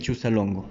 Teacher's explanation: pronunciando la Z y la S al mismo tiempo, con sonido arrastrado y sibilante